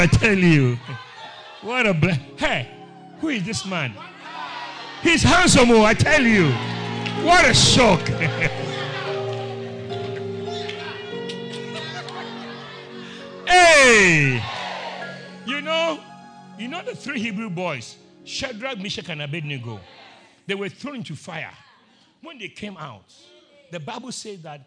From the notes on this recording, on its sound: Preached at Christ Oilfields